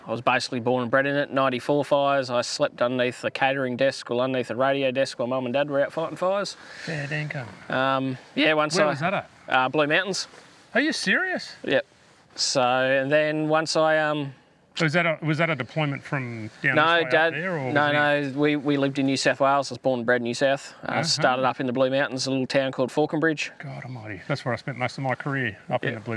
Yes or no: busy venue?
yes